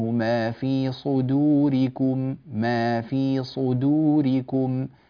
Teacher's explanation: الصاد مفخمة قوية، الدال مرققة خفيفة